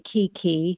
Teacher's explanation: when you say kiki, the mouth is not making round shapes